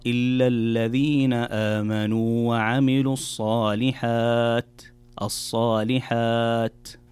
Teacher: في الصالحات الوقوف على حرف التاء يكون بهمس وليس بقلقلة أو بإطباق التاء فتختفي كأنها تختفي تماما، فتقرأ إلا الذين آمنوا وعملوا الصالحات.